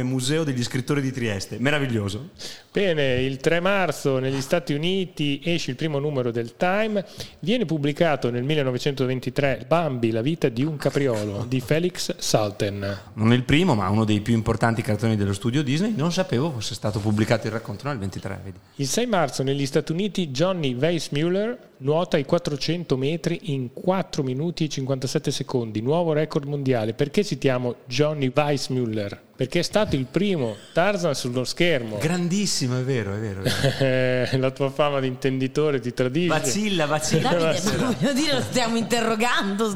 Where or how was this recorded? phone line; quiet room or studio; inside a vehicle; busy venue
busy venue